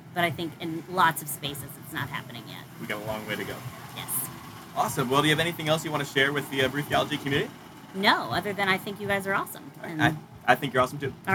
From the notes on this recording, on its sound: We recorded mini LIVE interviews from the Wild Goose Festival at our BT tent and along the Main "Street." The audio quality is not stellar on this episode due to the background noise/ conversations.